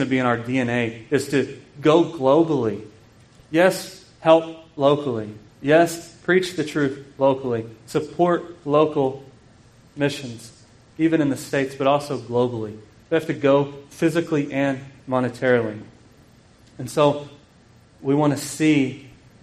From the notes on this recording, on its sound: This sermon was preached at Grace Bible Church in KIlleen, Texas.